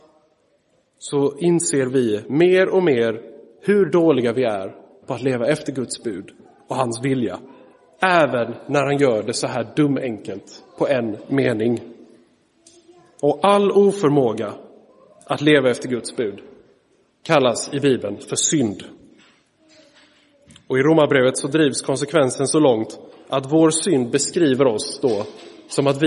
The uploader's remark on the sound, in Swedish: Inspelad i Roseniuskyrkan den 3 september 2023.